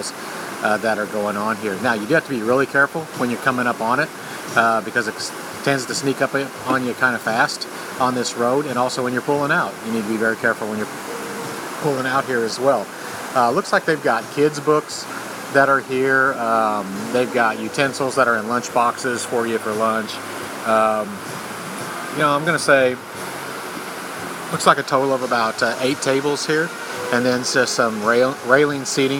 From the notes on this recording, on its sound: live at Friendly Falls, a very cool roadside stop with one of the best waterfall dining views in the Smokies